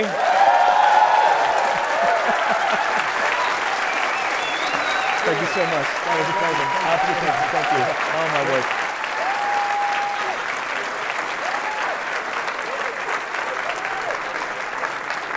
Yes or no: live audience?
yes